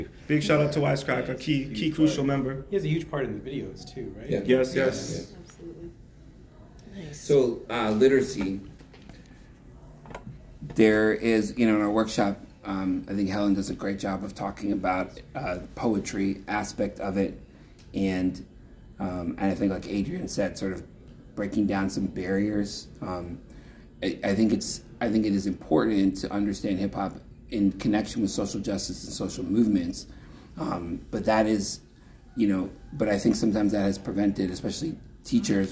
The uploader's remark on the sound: RFTLOI Conference - Toronto 2023. At the Reading For The Love Of It conference in Toronto.